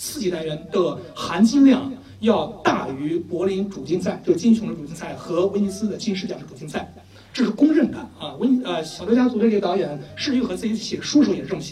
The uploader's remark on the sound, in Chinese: 奇妙电台的线下组织——奇妙观影团，是一个组织影迷沉浸式的欣赏电影的组织。本期节目就是奇妙观影团的《绿皮书》观影活动的映后分享环节的录音。